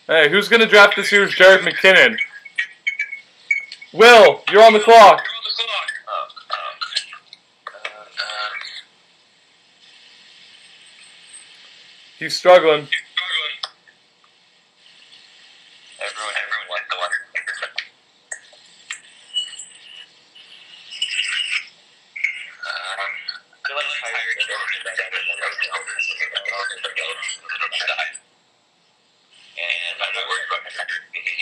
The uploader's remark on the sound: We tried a new app for group audio today, and unfortunately we experienced several technical difficulties.